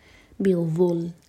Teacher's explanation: ہماری زبان اوپر والے دانت پر ٹچ ہوتی ہے تھوڑی ٹپ باہر ہوتی ہے اور منہ بھر کر پڑھا جاتا ہے بظل اس کو ذل نہیں کہنا بظلم نذقہ نذقہ اگین یہ